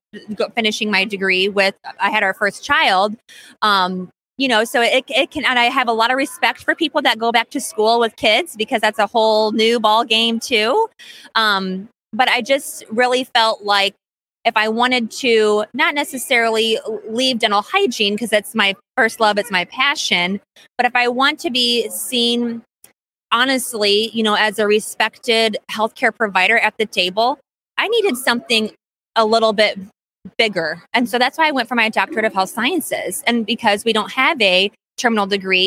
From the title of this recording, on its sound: LIVE From the ADHA Conference